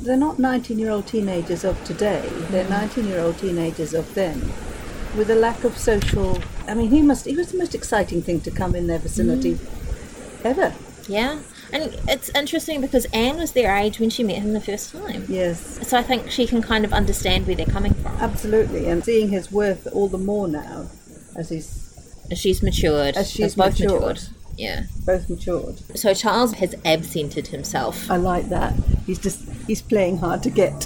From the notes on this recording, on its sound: This was recorded outside so there is a bit of background noise, hopefully it isn't too distracting.